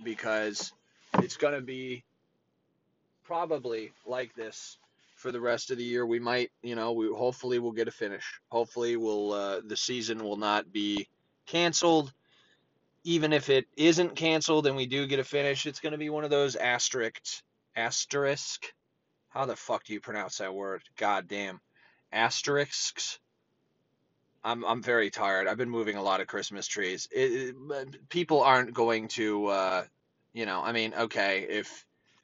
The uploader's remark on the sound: Filmed live in my truck on a lunch break.